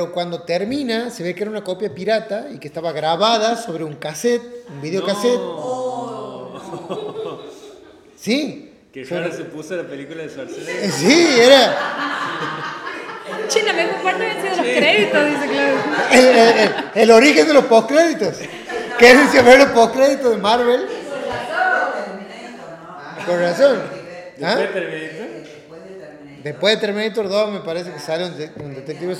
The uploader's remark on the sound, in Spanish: Llegamos al final del año y lo cerramos con público, birra y música en vivo.